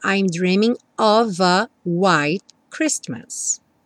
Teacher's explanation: o F vai ter som de V, e aqui juntando com O